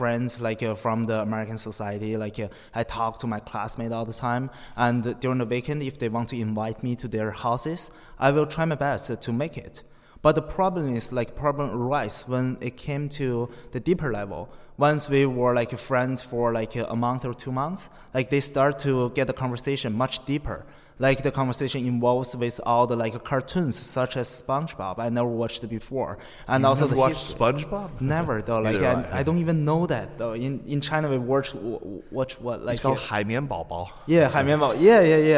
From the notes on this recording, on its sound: live at the Princeton US-China Coalition Global Governance Forum